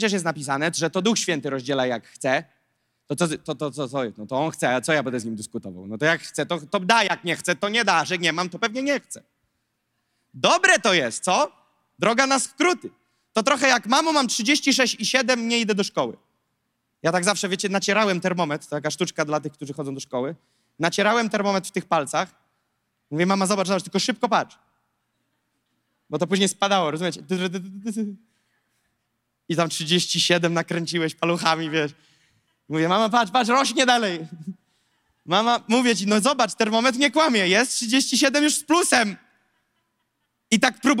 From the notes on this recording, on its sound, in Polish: To fragment nauczania, które zostało nagrane podczas nabożeństwa NOF Church.